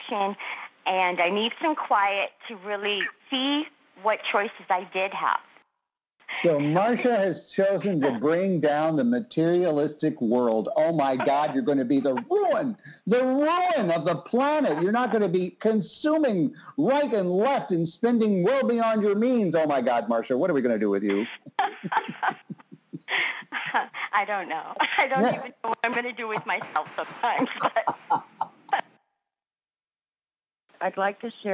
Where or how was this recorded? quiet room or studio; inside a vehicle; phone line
phone line